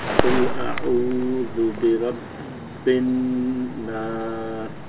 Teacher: make the shadda longer on the noon, two beats, and the alif, try to make it a little bit thinner, the noon.